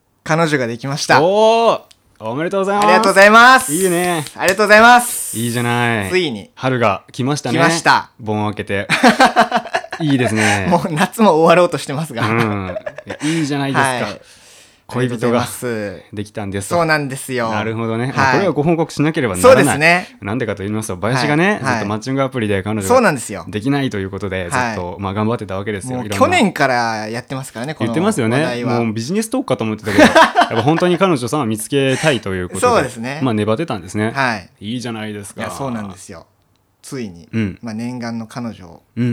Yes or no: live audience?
no